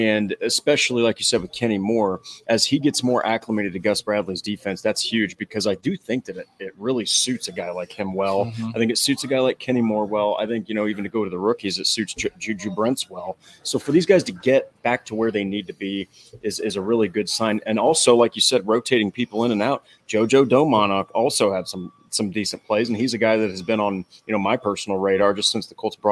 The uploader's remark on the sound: live from Indianapolis Colts training camp